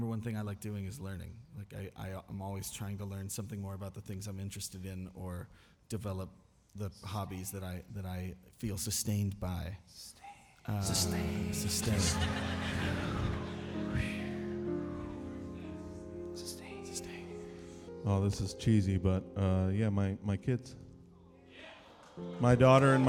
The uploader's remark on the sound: This episode was recorded on November 15th at The Arts at The Armory in Somerville, MA during the 5th stop of the Fossio et Satio tour.